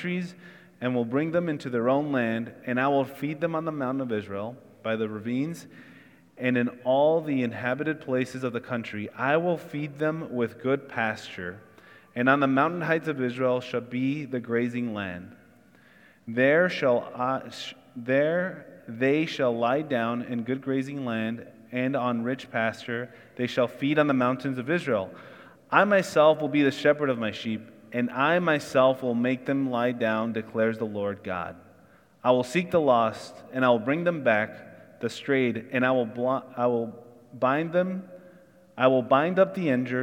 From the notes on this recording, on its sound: Church in the Square (Sermon Audio)